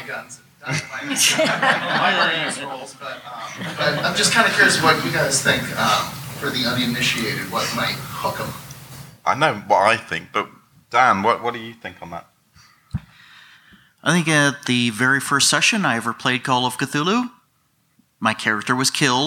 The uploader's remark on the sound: We’re back with another special episode we recorded at Necronomicon 2017. This time it’s the Pulp Versus Pure panel that took place on the Friday morning.